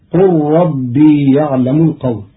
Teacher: قرأ قالون كلمة قال بضم القاف وحذف الألف وإسكان اللام مع إدغامها في راء ربي، على أنه أمر من الله تعالى لنبيه، فتصير قل ربي يعلم القول وهو السميع العليم.